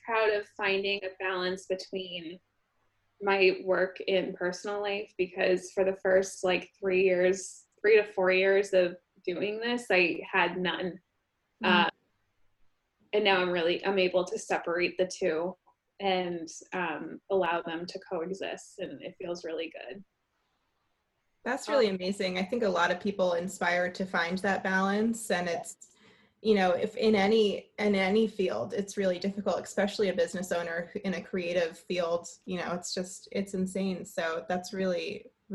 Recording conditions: video call